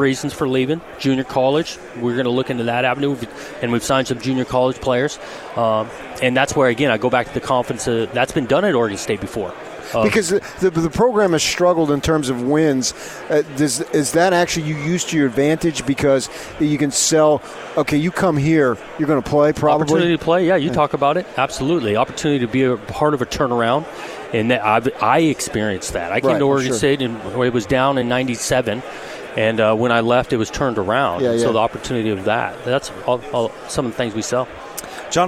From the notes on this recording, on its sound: live from Pac-12 Media Day